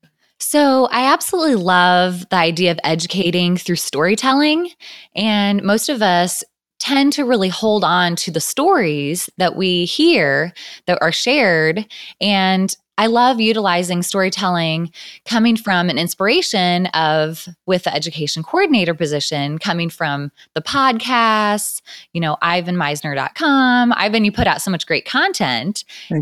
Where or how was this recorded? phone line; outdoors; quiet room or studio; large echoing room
quiet room or studio